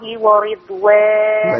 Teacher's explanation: الراء تبقى مرققة والضاد عندي ساكنة بعد كسر فيها ضعف شوية لكن يبان صوت الضاد